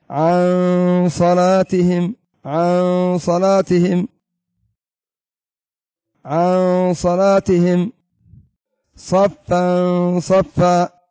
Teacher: لكن هنا عندنا اليوم يعني يبقى بين الإظهار بحيث تظهر نون مع غنة، لكن هذه النون ما تظهر ظهور الإظهار ولا تدغم، يعني تدخل إدخال الإدغام، ولكن بين ذلك عن صلاتهم، عن صلاتهم، عن صلاتهم صفا صفا. · Term: الإخفاء